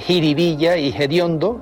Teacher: aspiran la F inicial de determinadas palabras populares